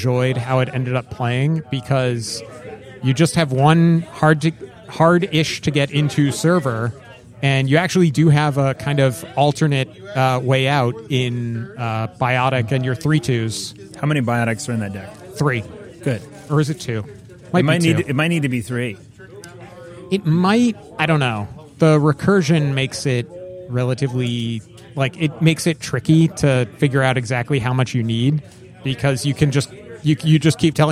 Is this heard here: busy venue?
yes